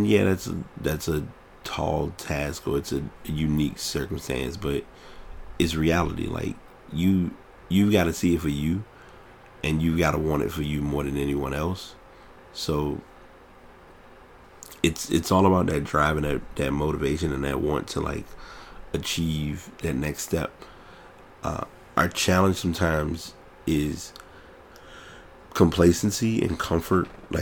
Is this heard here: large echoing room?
no